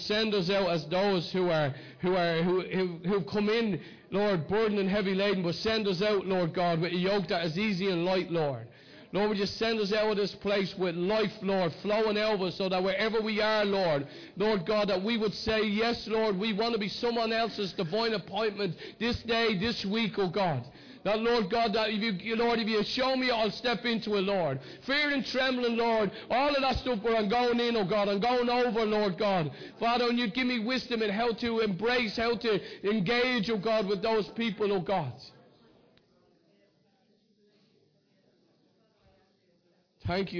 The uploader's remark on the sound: Recorded live in Liberty Church in 2019.